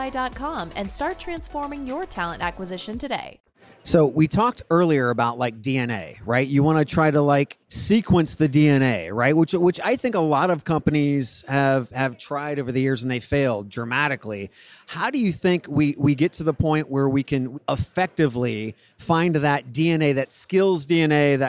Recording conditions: busy venue